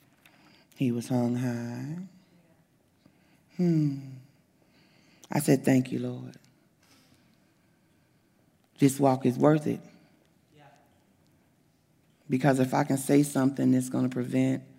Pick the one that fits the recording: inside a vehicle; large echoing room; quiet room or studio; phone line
large echoing room